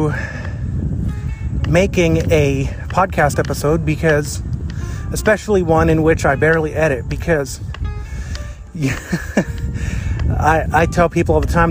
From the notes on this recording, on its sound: Plane spotting in New Florence, Pennsylvania. The beginning of the episode where I started the recording to remove the gap from when I started the recording to when I began speaking. Where I paused the recording.